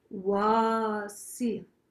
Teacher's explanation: There's a little guttural stop there. · You just say it with your heart and the intention, but there is a little at the end, so it's really wasia. So it's not really an ah, but it's a little pause that kind of sounds like a very short ah. So it's wasia.